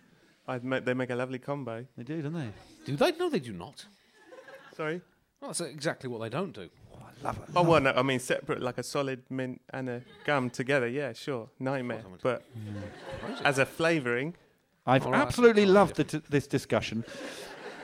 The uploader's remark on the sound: Live from the Soho Theatre. In front of a live audience.